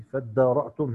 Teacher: هنقرأ لقالون بسكون ميم الجمع وبتحقيق الهمزة فيه